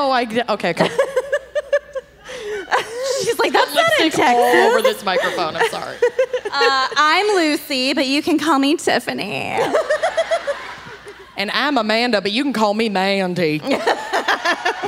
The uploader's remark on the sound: Dallas LIVE! Live from Dallas.